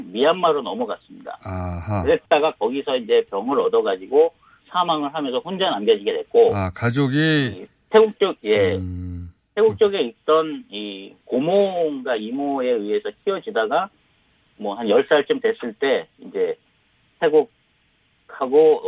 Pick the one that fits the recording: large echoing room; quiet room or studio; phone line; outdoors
phone line